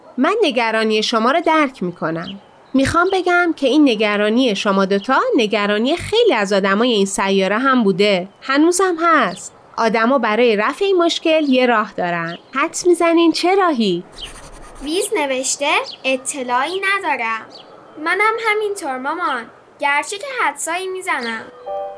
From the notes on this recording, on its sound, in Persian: این قسمت رو توی حیاط ضبط کردیم. روی یک زیرانداز، زیر درخت شاتوت و کنار گلهای باغچه نشستیم.